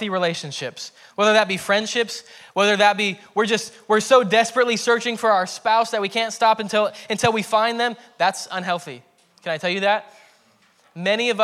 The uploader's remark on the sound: preached at Hermiston Assembly on July 25, 2021.